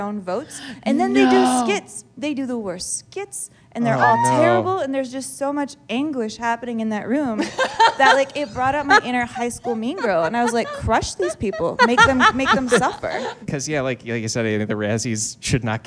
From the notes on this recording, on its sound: This LIVE episode from the UCB Sunset Theatre in Los Angeles.